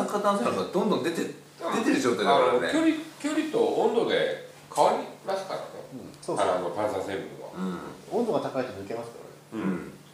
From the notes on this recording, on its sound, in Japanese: 観客3名をお迎えしてしゃべっております